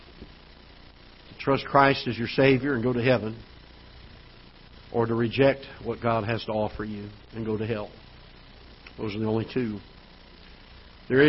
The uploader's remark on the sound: Ketha Heights Baptist Church ~ Live Broadcast